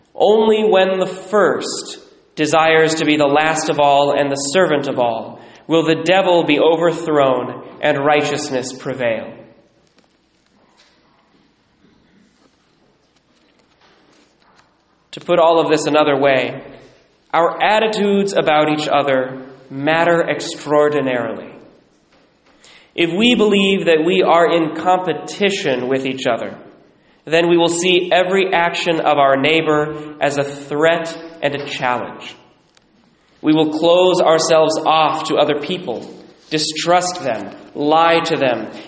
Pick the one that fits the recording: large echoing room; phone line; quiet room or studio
large echoing room